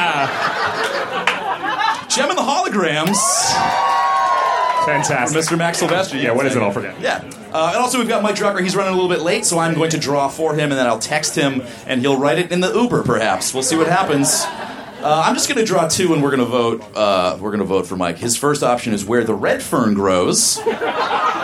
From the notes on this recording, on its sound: Recorded at Union Hall in Brooklyn, March 7, 2014.